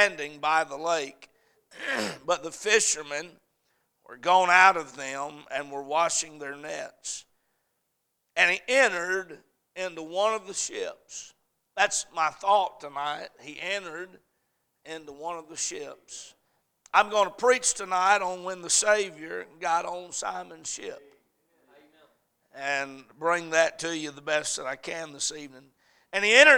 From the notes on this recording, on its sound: A message preached at Crossroads Baptist Church on Wednesday night